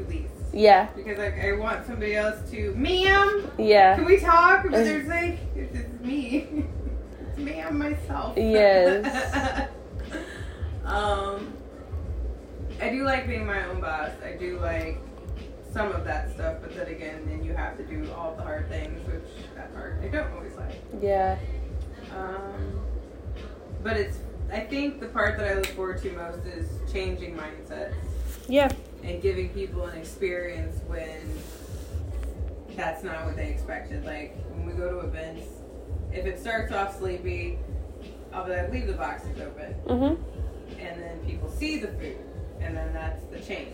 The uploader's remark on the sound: This episode also had a mic malfunction and I contemplated doing it over.